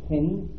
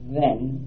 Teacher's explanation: the TH in thin is unvoiced, but in the word then it is voiced.